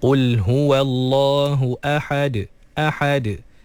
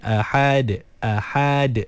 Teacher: Jadi jangan sampai huruf yang berbaris fathah sebelum huruf yang dimatikan ketika waqaf tu melahirkan huruf alif ataupun ya ataupun waw. Jadi ahad, kena pastikan lepas ha fathah terus matikan dalam huruf dal yang telah disukunkan kerana waqaf · Shown in: first take